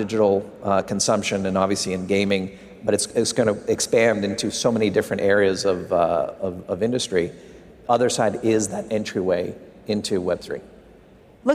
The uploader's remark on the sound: live from Consensus in Austin, Texas